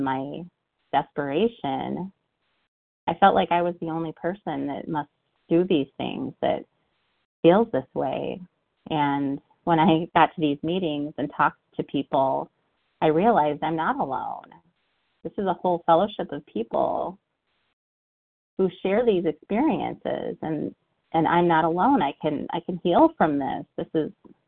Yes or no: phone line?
yes